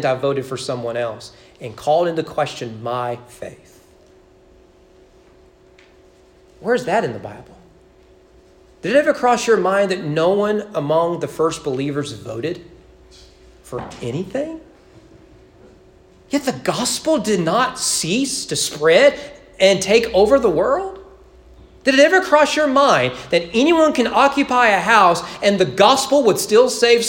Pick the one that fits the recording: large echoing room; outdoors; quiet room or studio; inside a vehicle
large echoing room